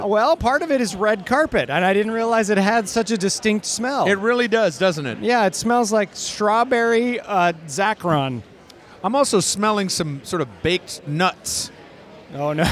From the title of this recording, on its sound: LIVE FROM THE TRIBECA FILM FESTIVAL RED CARPET